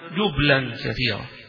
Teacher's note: بالتخفيف فيها وبتسكين الباء